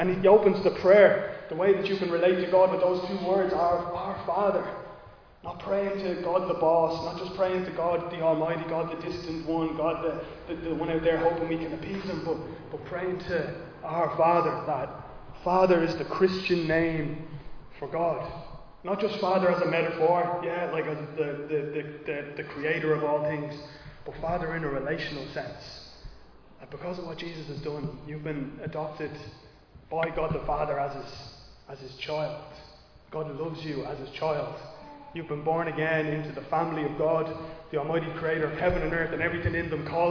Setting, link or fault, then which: setting, large echoing room